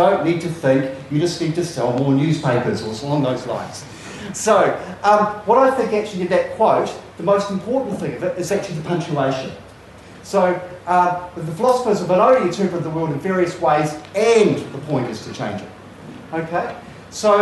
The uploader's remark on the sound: Plays another of the talks given at the recent Aotearoa | New Zealand Federation of Socialist Societies conference.